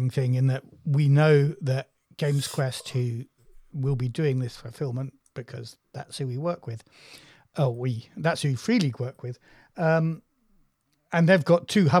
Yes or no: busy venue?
no